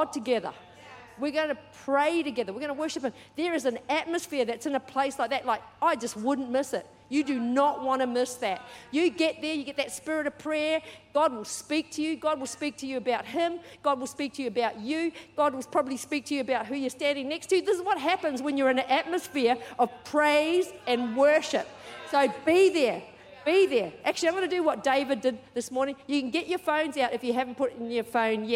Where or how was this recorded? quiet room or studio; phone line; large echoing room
large echoing room